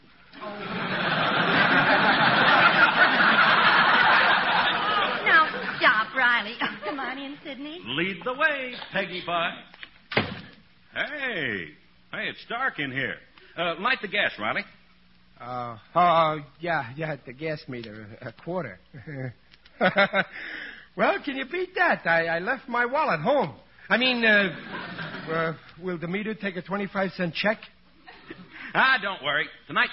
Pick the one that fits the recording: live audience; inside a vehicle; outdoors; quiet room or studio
live audience